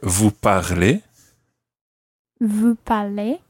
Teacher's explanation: much more common to hear vous parlez with a raised intonation at the end